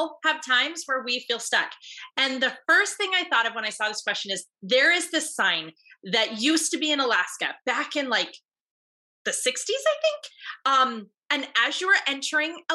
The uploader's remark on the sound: Today you get to jump into a part of live group coaching call from inside my paid group coaching membership.